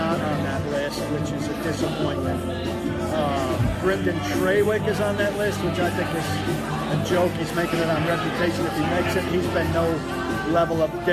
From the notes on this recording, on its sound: live from Old School in Cool Springs/Franklin